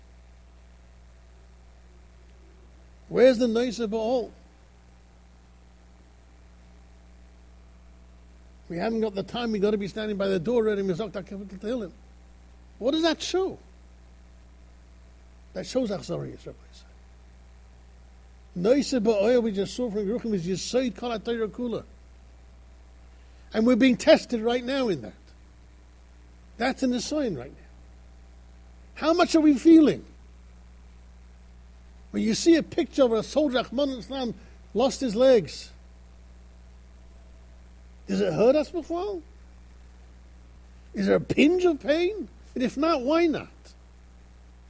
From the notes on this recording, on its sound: Shiur recorded in Yeshivas Ohr Reuven, Monsey, NY.